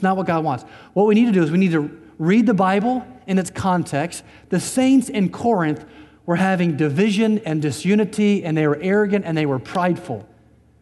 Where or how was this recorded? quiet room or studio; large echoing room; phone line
large echoing room